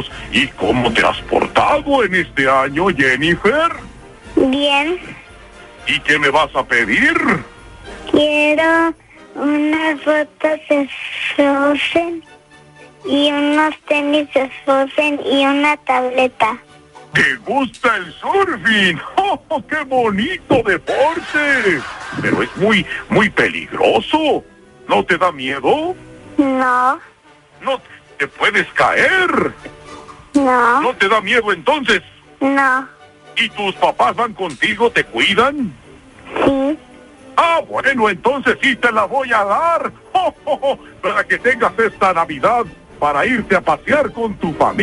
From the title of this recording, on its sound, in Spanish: llamo por telefono